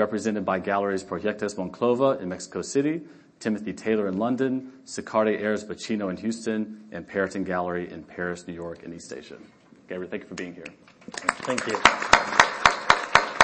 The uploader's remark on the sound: On site at Art Basel Miami Beach 2023